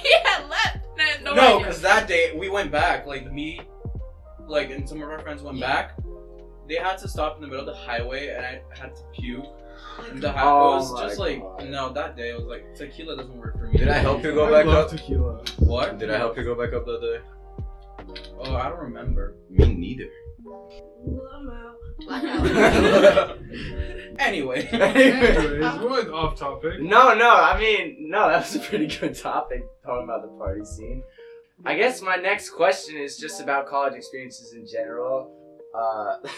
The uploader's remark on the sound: Sorry if the audio sounds shaky.